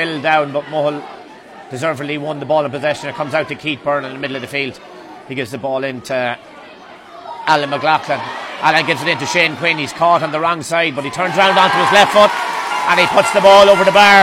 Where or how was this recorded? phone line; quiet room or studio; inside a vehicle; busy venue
busy venue